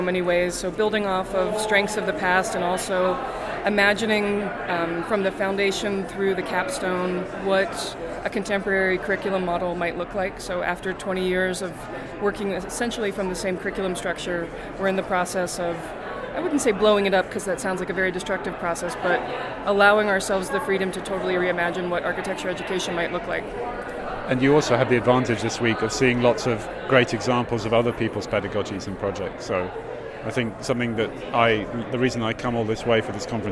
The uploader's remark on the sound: live from day one of NCBDS 33